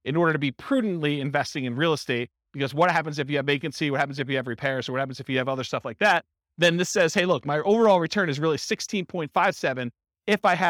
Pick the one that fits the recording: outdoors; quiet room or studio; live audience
live audience